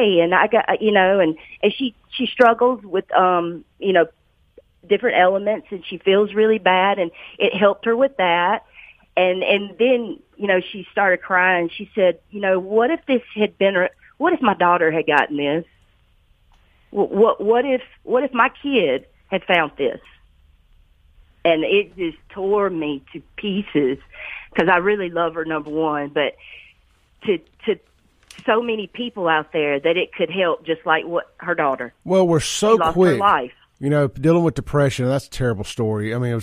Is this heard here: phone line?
yes